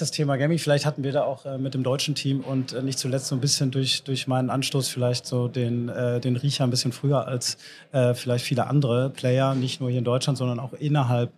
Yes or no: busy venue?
yes